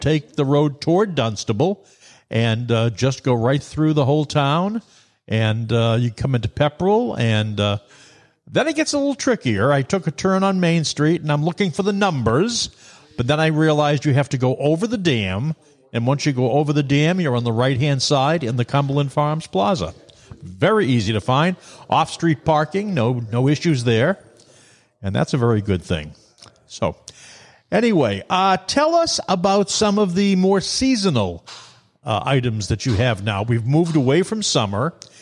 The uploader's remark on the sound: Live From Pepperell! We're live from Pepperell, Tree House Craft Cannabis' second location!